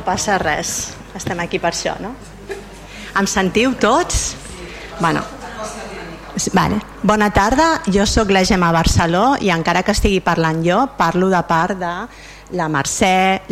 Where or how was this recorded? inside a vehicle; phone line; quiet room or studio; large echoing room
large echoing room